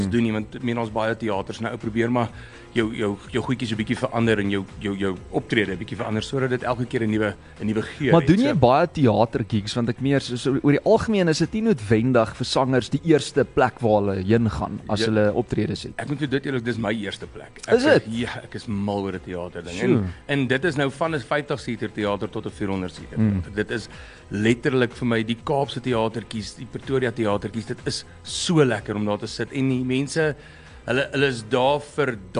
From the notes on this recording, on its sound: LIVE in Atterbury Kollig.